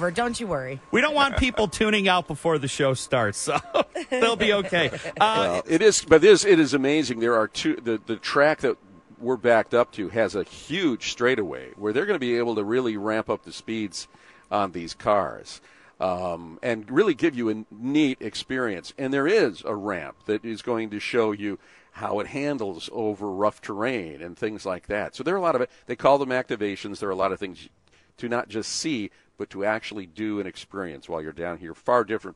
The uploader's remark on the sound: check in live from the Auto Show.